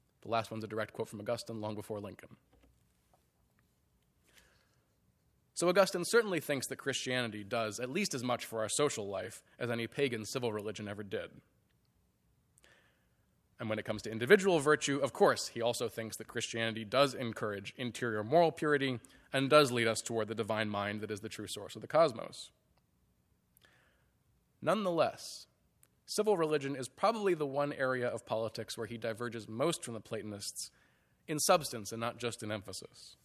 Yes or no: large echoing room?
yes